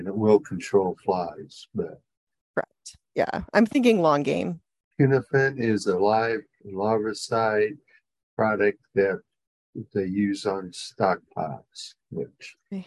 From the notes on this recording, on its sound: This podcast recording is taken from the webinar.